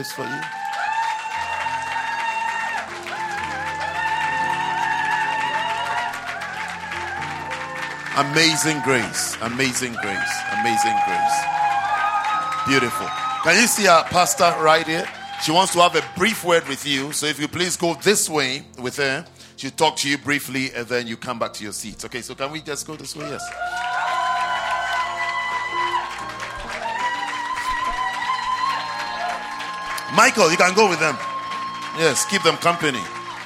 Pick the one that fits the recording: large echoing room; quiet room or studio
large echoing room